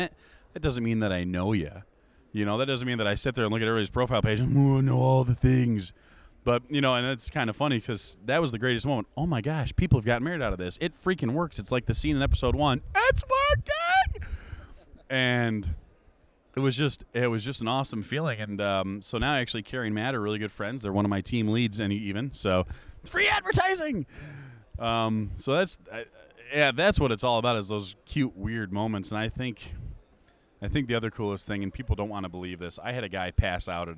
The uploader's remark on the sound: at Lexington Comic Con Mar 2017